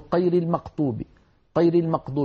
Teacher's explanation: يعني مثلا بعض أهل تلك المناطق يقولون قير المقطوب، قير المقطوب بالفاتحة بدلا من غير المغضوب، يشوبون صوت الغين بشيء من القاف